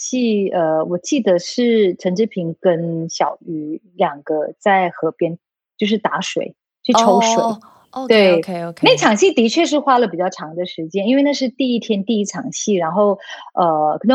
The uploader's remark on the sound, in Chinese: 遠距錄音，延遲和音質問題陸續解決中，請多包涵。KKBOX 獨家自製 Podcast《Lulu超強校》。